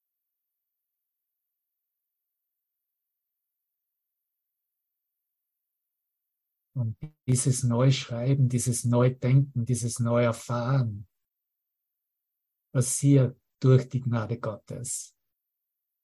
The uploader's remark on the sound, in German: Zoom-Session. Veranstaltet von der Aleph Akademie.